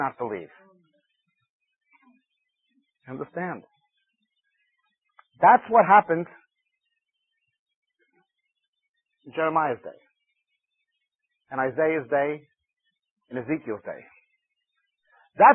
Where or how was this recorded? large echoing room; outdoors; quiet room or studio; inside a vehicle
large echoing room